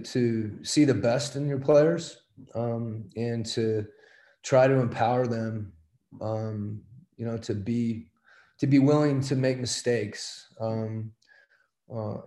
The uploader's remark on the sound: Addressed the media via Zoom conference as the team began their training camp.